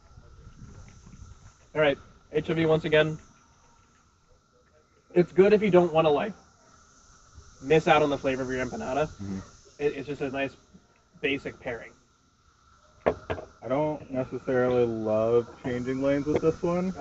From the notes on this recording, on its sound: We had an amazing time recording at Beltway Brewing Company this weekend. Enjoy listening to the cicada chorus and us dodging the little monsters while we recorded.